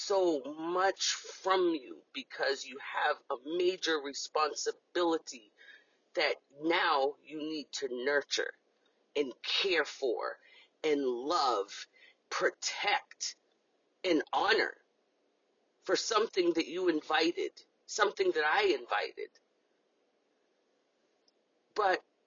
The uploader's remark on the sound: This recording that you are here to hear was voiced in my car.